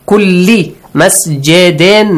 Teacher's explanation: when your tongue wants to go and touch your gum area, hold it back. Produce the sound from your nose.